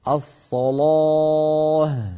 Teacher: فخم اللام والألف بعدها